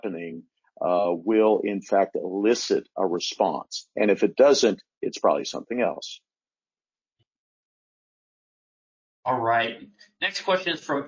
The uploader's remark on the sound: Webinar Replay – Audio from an earlier webinar.